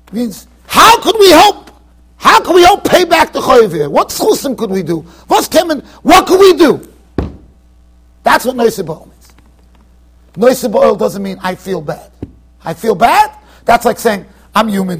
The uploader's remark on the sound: Shiur recorded in Yeshivas Ohr Reuven, Monsey NY.